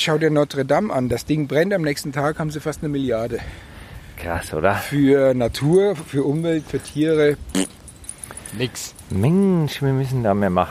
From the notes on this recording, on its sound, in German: Auf dem Feld mit dem Field Recorder. Ein Podcast war nicht geplant.